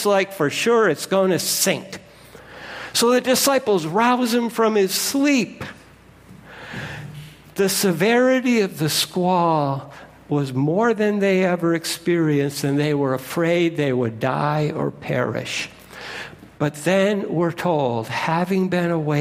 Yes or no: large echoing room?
yes